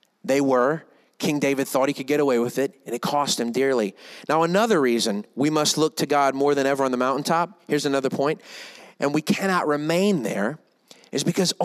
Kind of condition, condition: setting, large echoing room